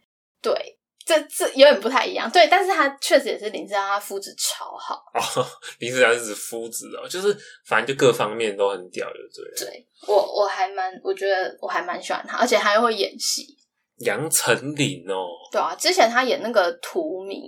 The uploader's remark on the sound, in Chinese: 本集麥克風收音有點nono，請大家見諒，我們正致力於優化錄音品質。